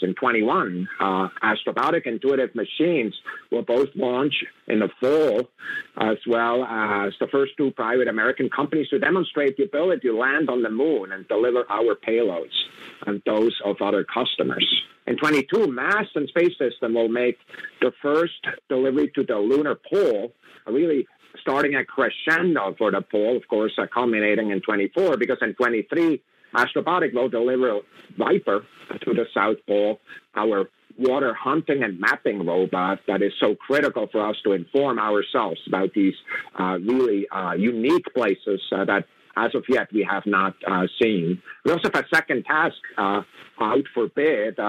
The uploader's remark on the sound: Today we have a teleconference from this past Monday where NASA discussed its early Artemis exploration plans.